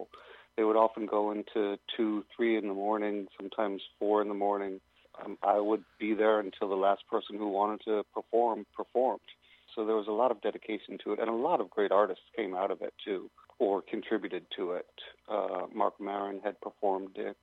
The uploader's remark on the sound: joining over the phone